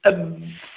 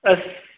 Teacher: الباء شديدة، تقول أب، الصوت ينحبس لا يمشي الصوت، مش مثل السين مثلا أس، صوت رايح، لكن الباء شديدة. · Term: الشدة